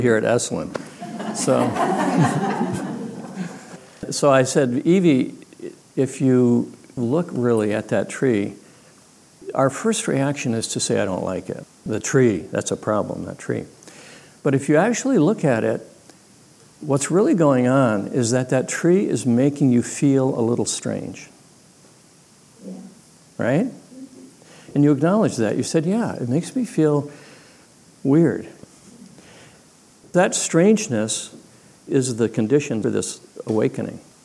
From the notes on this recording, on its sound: Leading a live discussion at a recent retreat.